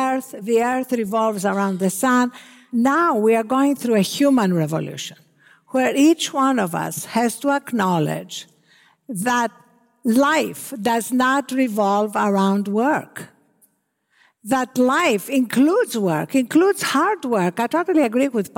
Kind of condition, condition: setting, live audience